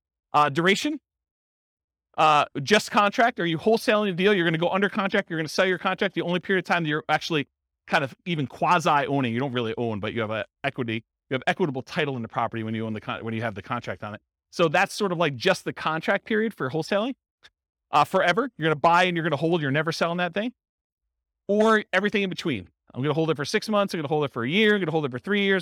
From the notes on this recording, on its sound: Centennial, Colorado. This was a live class recorded.